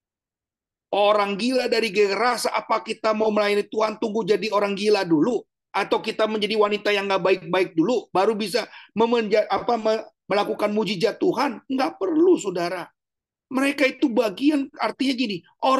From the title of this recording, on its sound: Audio Zoominar